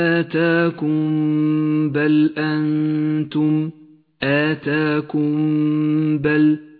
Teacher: الميم الساكنة تخفى بحرف الباء ويسمى الإخفاء الشفوي تغن الميم بمقدار حركتين